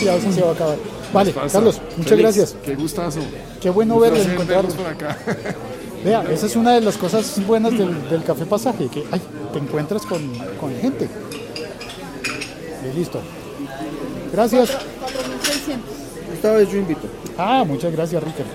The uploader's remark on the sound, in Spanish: Episodio grabado en el tradicional Café Pasaje de Bogotá.